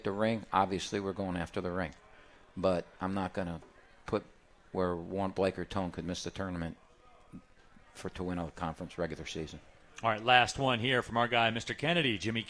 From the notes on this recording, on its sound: live from RJs Pub in Rochester Hills!